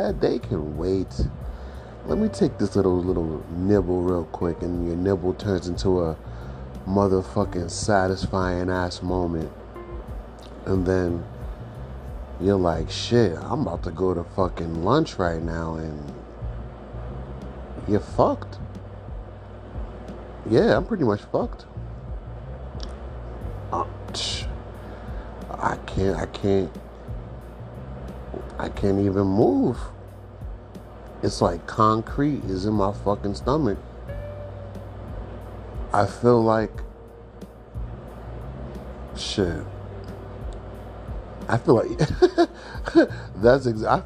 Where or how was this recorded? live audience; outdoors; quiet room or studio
outdoors